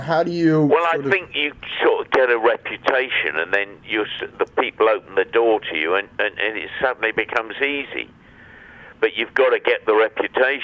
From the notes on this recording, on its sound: Via telephone. Digital recorder.